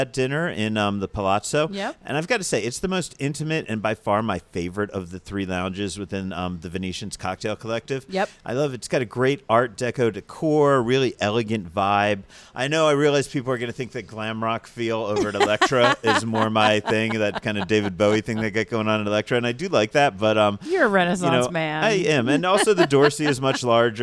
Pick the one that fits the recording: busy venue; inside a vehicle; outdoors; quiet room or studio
busy venue